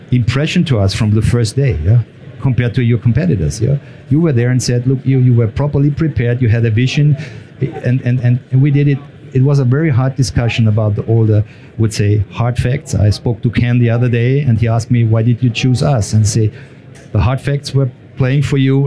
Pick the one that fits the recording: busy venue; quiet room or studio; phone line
busy venue